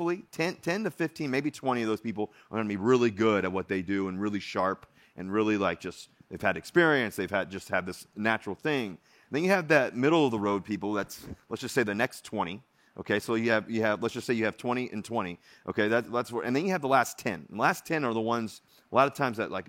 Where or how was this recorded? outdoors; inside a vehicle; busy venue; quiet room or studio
busy venue